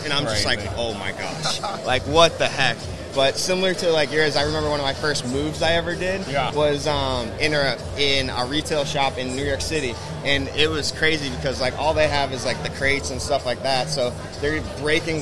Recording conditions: busy venue